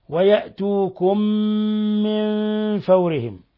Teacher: ويأتوكم، لاحظوا إطباق الشفتين، ويأتوكم من فورهم، ميم ساكنة أضغمت في ميم متحركة يسمى إضغام مثلين صغير، لابد فيه من غنة من الخشوم. قوله من فورهم، من فورهم نون ساكنة جاء بعد حرف الفاء، الحكم التجويدي إخفاء حقيقي.